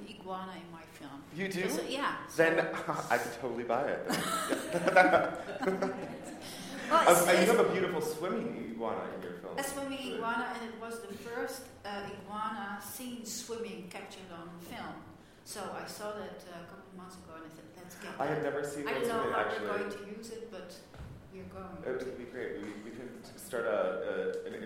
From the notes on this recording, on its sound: IDFA Industry Talk.